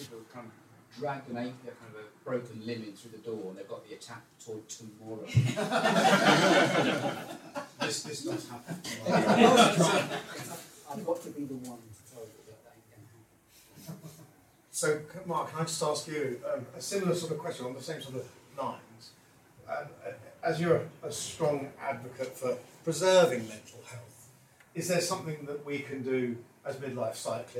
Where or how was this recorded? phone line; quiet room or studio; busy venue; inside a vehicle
busy venue